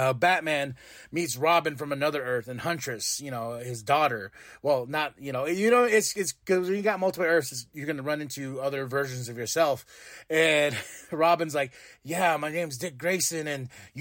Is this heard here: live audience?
no